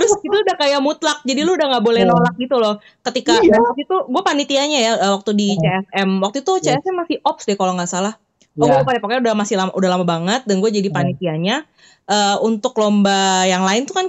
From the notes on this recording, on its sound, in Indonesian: podcast kali ini direkam secara virtual loh